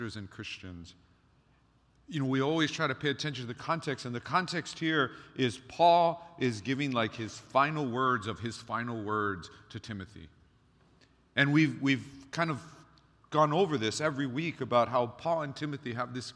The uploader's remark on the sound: Recorded on October 1, 2023 at Waialae Baptist Church.